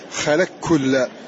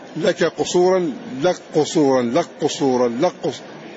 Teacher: فأدغمنا الكاف في القاف كلية · Term: إضغاما كليا